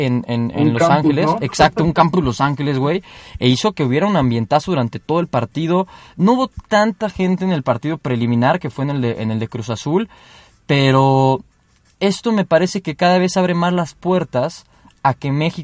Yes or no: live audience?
no